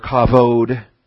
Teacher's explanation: And the B is often softened as a sibilant, it is a fricative consonant. It often becomes kavod. It sounds almost V-like rather than B-like